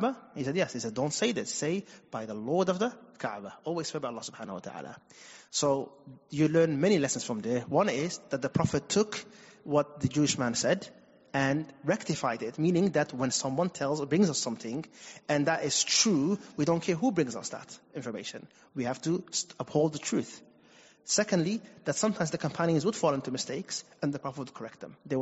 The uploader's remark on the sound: Recorded at Green Lane Masjid & Community Centre